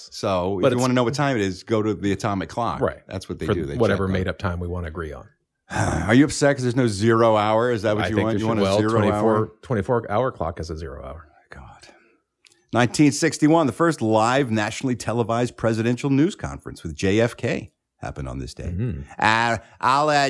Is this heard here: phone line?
no